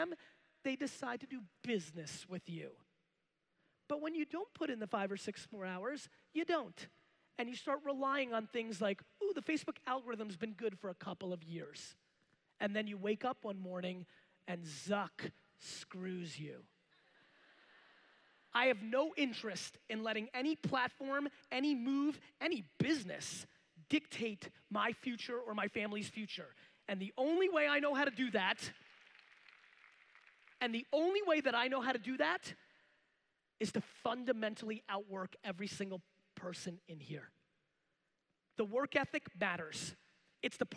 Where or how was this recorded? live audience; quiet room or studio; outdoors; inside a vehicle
live audience